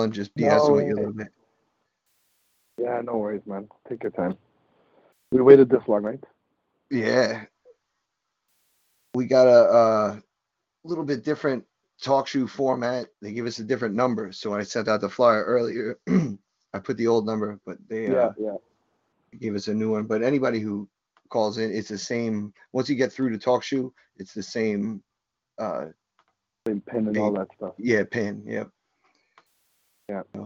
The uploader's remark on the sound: FAN CALL-IN SHOW.